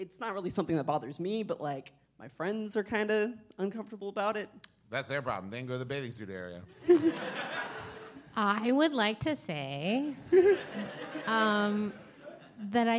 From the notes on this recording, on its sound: This is PART TWO of our two part episode recorded LIVE at Sketchfest 2018!